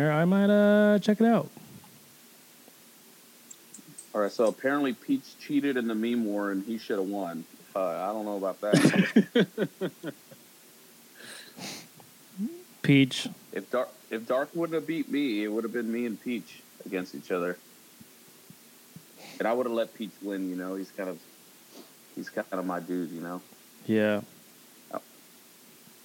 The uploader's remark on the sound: Get weirdly cut off by IG live. Non edited, pure unadultared basura.